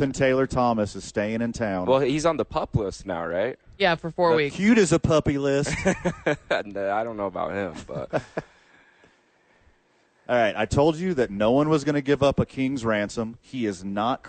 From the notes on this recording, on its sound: live from The Duke's Store